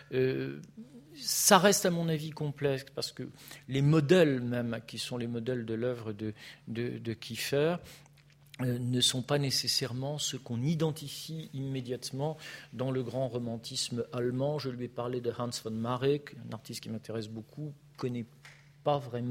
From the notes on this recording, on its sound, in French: Intervention enregistrée le 11 avril 2016 à l’occasion du colloque « Ce qu’exposer veut dire 4° édition »